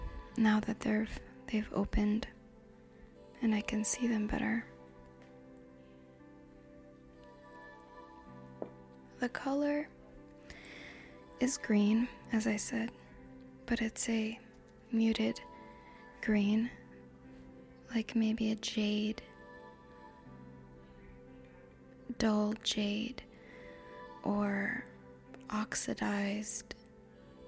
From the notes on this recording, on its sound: I describe my tea scene, amidst a distracting atmosphere of sounds.